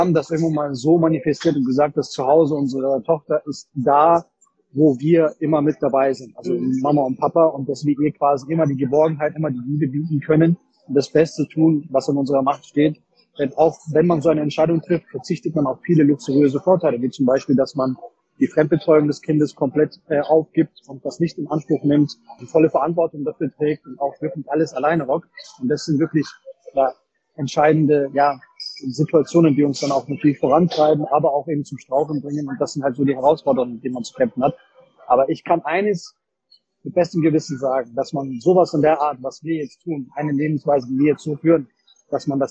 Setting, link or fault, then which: fault, background noise